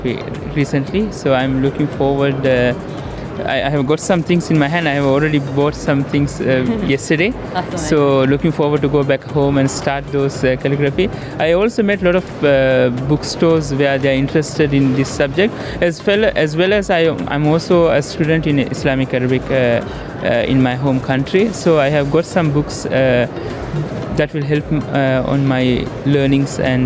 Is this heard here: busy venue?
yes